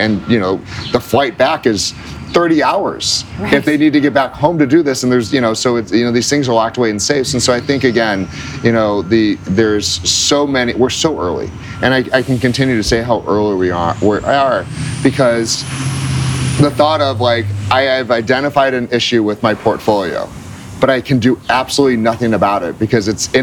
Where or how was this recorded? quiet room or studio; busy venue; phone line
busy venue